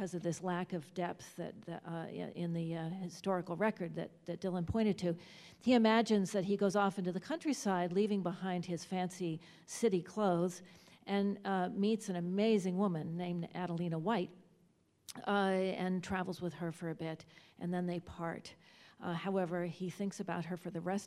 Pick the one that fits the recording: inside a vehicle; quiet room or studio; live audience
live audience